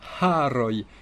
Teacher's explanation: mais attention, haroi, qu'on entende bien le H